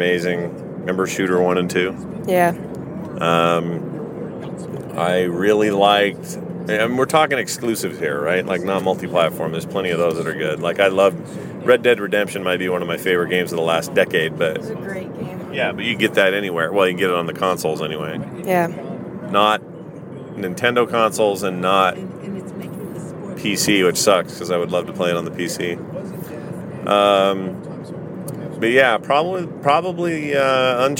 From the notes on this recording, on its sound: In the car